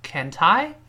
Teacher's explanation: 那个 t 跟后面爱就自然形成了连读现象